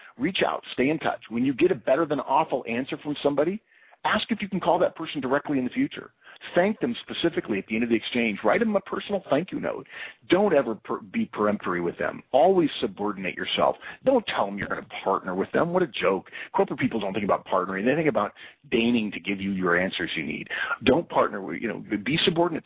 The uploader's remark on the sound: September 2012 Conference Call